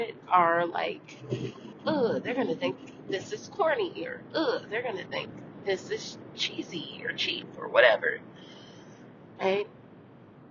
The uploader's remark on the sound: On the road. She is in the car, recording.